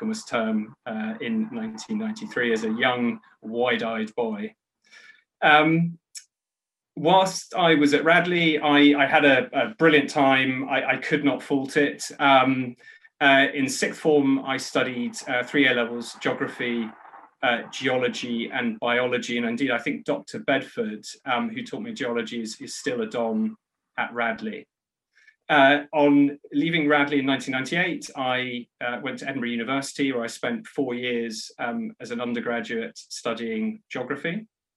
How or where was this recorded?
video call